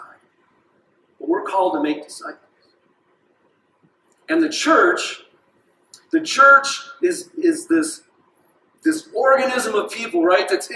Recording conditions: large echoing room